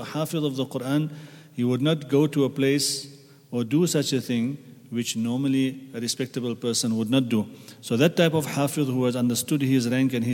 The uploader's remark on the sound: At the Houghton Masjid (West Street).